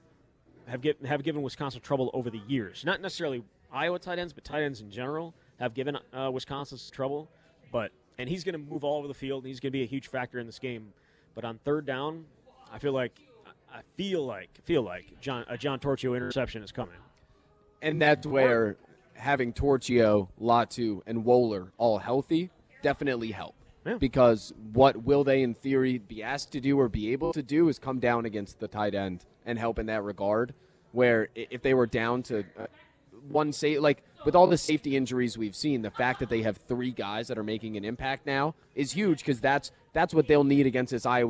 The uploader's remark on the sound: live at Monk's in Sun Praire